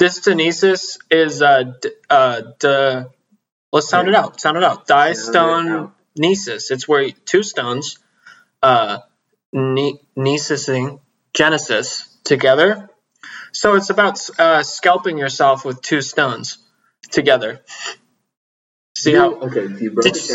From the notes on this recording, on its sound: True to form, the audio turned out poorly, but its audible enough.